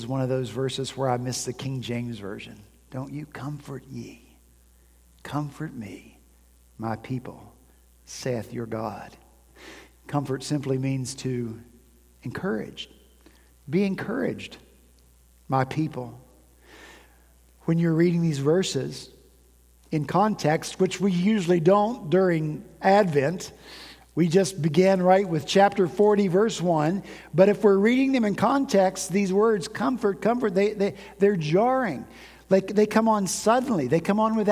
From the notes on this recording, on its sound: At Redeemer Presbyterian Church in Charleston, SC